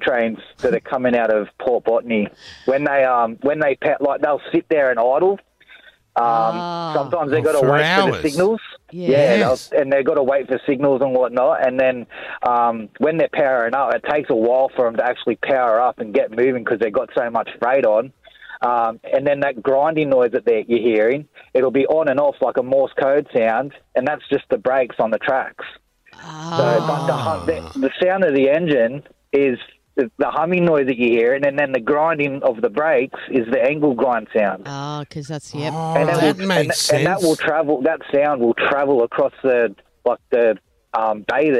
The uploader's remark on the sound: We take calls